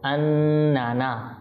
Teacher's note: প্রথমে এখানে নুন তাসদীদ গুণনা হবে